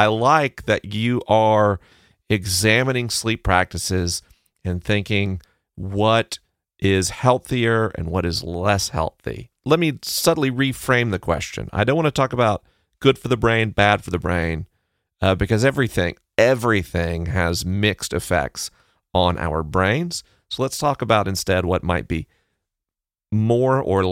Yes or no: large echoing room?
no